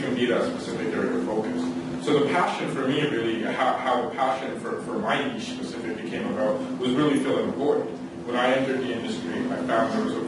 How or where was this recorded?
live audience